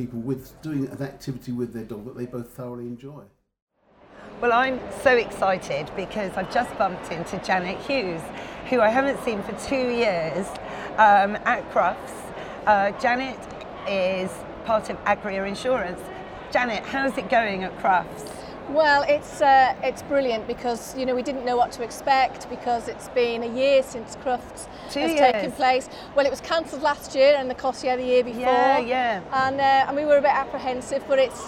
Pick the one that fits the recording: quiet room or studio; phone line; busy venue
busy venue